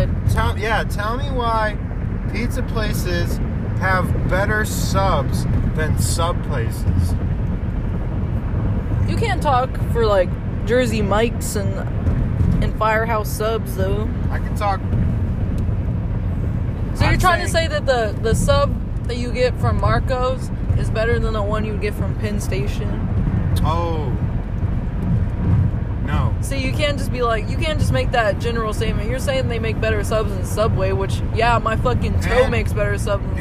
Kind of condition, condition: setting, inside a vehicle